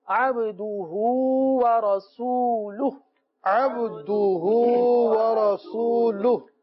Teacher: ورسوله چونکہ ہا وقف کی حالت میں ساکن ہو جاتا ہے تو ساکن کر کے پڑھا جاتا ہے